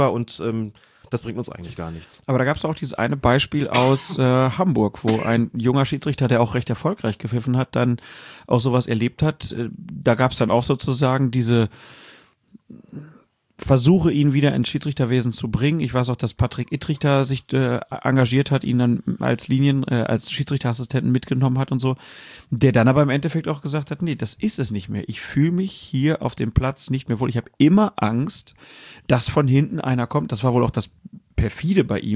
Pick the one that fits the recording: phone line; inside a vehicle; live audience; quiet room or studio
quiet room or studio